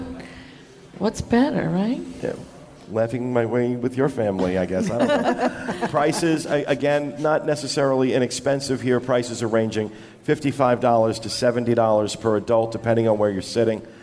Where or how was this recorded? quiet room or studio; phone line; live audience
live audience